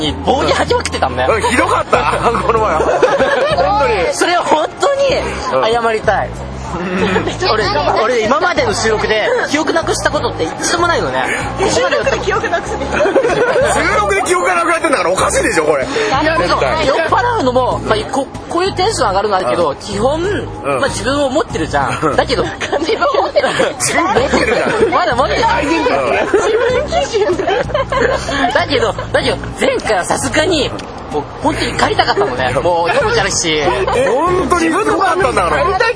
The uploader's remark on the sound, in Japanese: 企画したお花見に参加した時に収録したものを配信します。